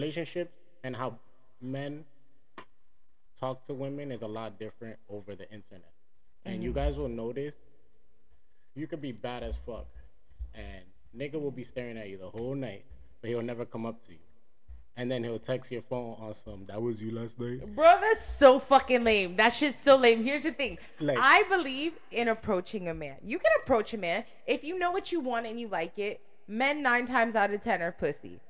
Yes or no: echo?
yes